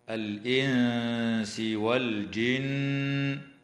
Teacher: تظهر لام التعريف في قول الله تعالى الإنس والجن